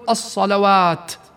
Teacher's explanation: إذا وقفنا عليها تبقى كما هي ولكن بسكون التاء مع الهمس فمنقول الصلوات، لتبقى على صيغة الجمع.